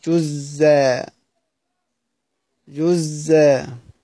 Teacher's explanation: فقرأه أبو جعفر بحذف الهمزة وتشديد الزاي · يحذف الهمزة كأنه أبدل الهمزة زايا، فأصبح فالتقى مثلان فأدغم، هذه صورتها بالضبط بحذف الهمزة وتشديد الزاي، وهي لغة قرأ بها ابن شهاب الزهري وغيره، ويأتي توجيهه في صورة الحجر إن شاء الله تعالى.